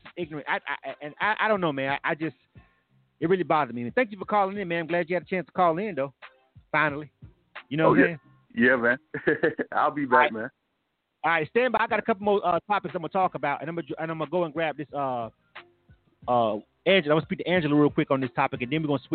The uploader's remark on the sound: K-100 Radio returns to form with the reboot of our live talk segment "Points Of View". This live talk radio show features various subject matters, special guests and also live calls from our listening audience.